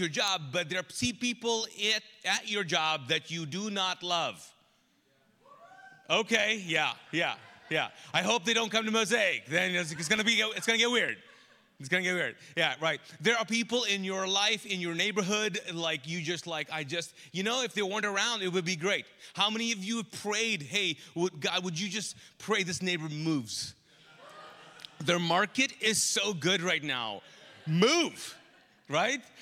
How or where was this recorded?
large echoing room